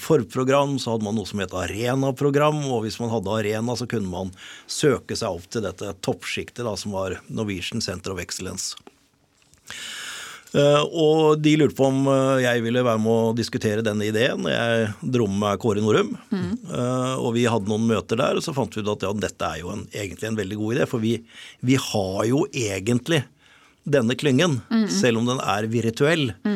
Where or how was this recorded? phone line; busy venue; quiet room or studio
quiet room or studio